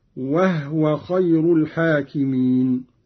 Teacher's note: قرأ قالون بإسكان الهاء تخفيفا وهو خير الحاكمين.